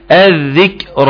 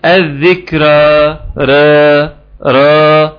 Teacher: بفخم الالف وبمد مقدار حركتين · Shown in: first take · غير الذكرى را را، بتلاقي انك ما فخمتش الحرف اللي قبله، اديته الحركة بتاعته، وترتب عليه ان الالف عندك هتطلع مقللة او تطلع ممالة، زي ما حضرتك بتقول ايه؟